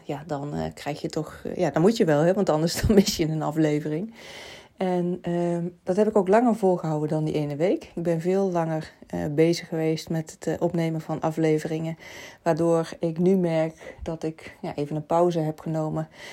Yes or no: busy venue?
no